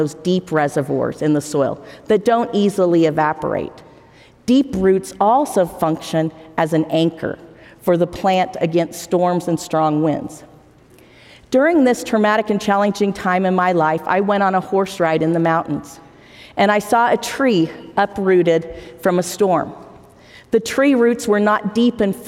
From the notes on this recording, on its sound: we'll bring you live devotionals and forum addresses from the BYU campus